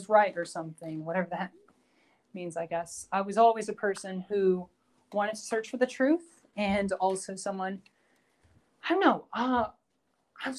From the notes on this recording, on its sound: Due to interruptions and some recordings not going all the way through this was the best I could get.